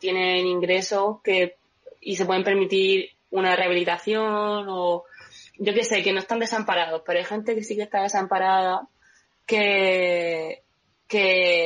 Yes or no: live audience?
no